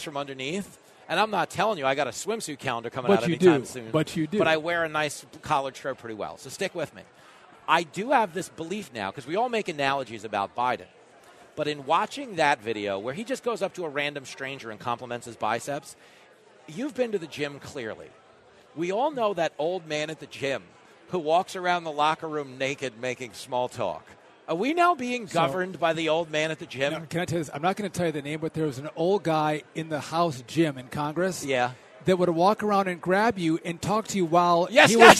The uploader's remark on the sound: Plenty of radio madness live from the Hard Rock in Hollywood. Mingling around the Hard Rock. Broadcasting live from the Patriot Awards in Hollywood, FL.